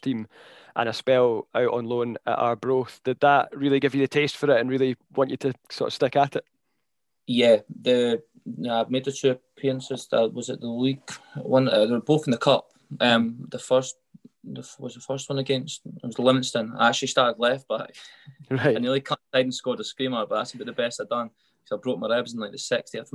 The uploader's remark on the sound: Sunday afternoon Zoom call.